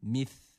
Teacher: Bu da yanlış olur. Burada keskin olan sin harfi yok. Burada peltek olan F harfi var.